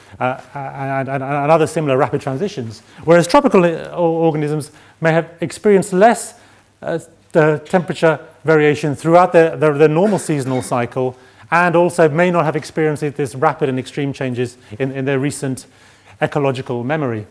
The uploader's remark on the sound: Keynote address from the fourth session (Ecosystems and ecosystem service) of the 4 Degrees international climate conference.